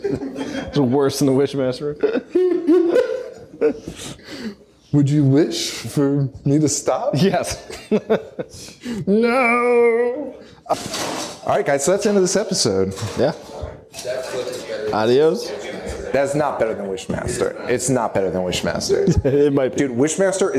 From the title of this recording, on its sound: Live in Chicago!